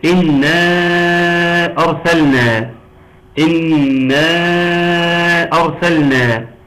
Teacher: النون المشدده اللي تغني بمقدار حركتين. ان مد منفصل مقداره 4 حركات.